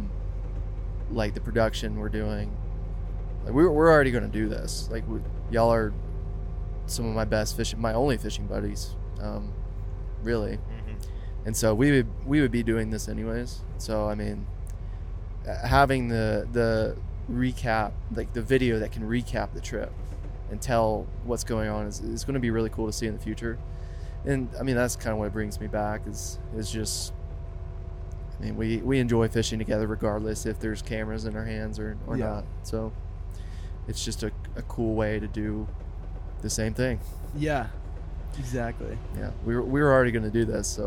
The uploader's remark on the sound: PODCAST IN THE BUS